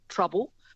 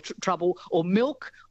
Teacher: there was a fair bit of L's turning into W's then, usually when it's in the at the end, like trouble.